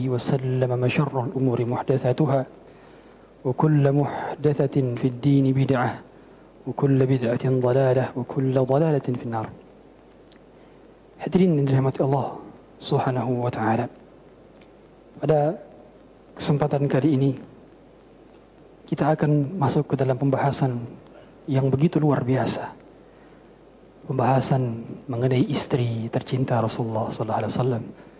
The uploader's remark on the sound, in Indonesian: Audio Ta'lim dari Masjid Nurul Iman Blok M Square